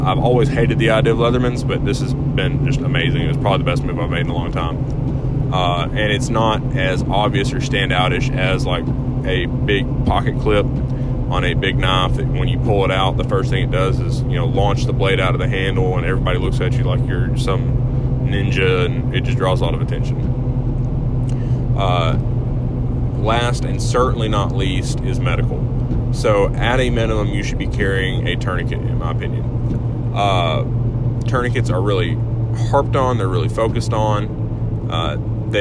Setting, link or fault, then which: setting, inside a vehicle